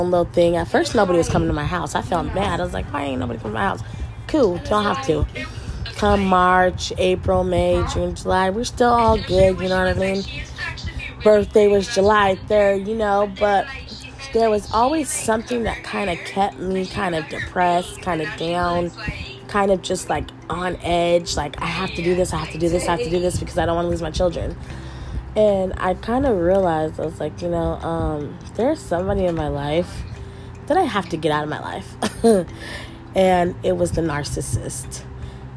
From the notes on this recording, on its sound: excuse all the background noise